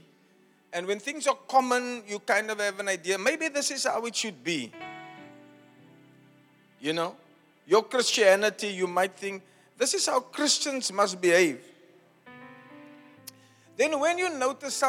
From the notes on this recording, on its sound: Preached at Zion Sanctuary, Cape Town on the 23 of July 2023